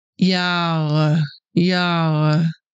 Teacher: Can you feel the back of your tongue moving up once you get to the R?